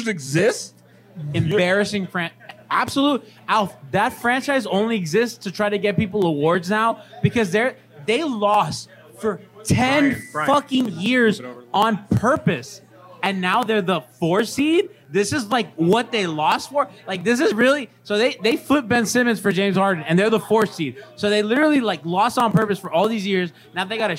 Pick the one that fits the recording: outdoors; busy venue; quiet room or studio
busy venue